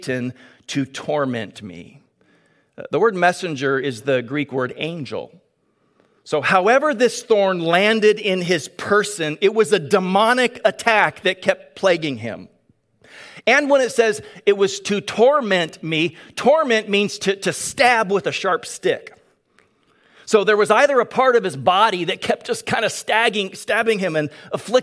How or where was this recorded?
large echoing room